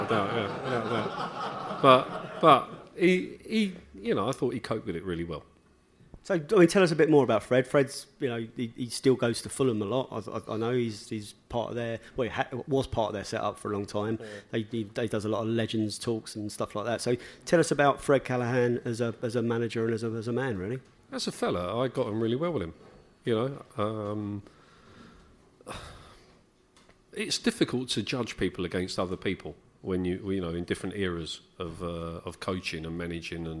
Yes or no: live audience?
yes